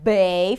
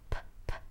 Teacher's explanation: Bay, feel the vibrations. And now, p, p, no vibrations.